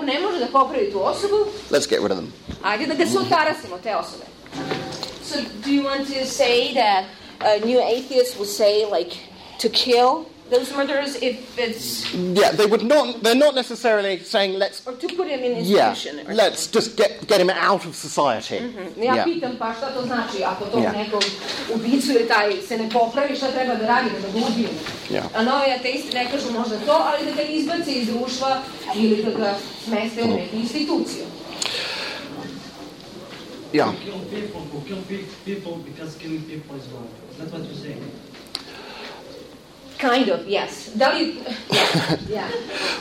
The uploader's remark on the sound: Lecture and discussion at Montenegro University in Niksic, November 2012.